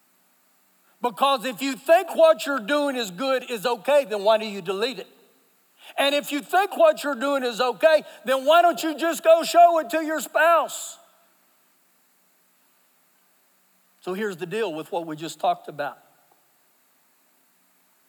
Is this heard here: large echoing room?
yes